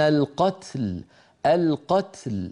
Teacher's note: نبين التاء من كلمة القتل وهي ساكنة وبعدها لام ساكنة في كلمة القتل، فاجتمع ساكنان، تاء ساكنة ولام ساكنة، نعطي كل من الحرفين حقه من السكون من غير تحريك.